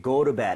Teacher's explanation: flap을 좀 내서 리을 비슷하게 go to bed 하셔도 괜찮아요